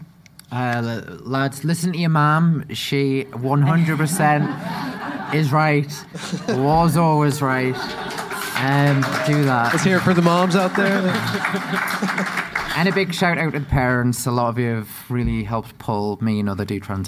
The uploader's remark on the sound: From Genspect's Bigger Picture Conference. They hosted a "Bigger Picture" conference in Killarney, Ireland and invited me as a headliner to host a series of panels.